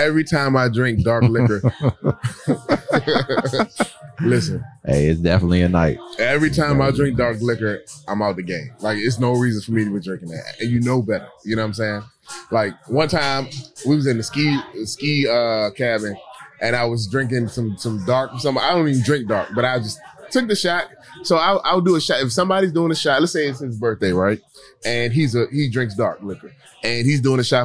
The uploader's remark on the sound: We're coming to you live from the vibrant Oasiz Bar and Grill in Hyattsville, MD! Live on location Oasiz Bar & Grill.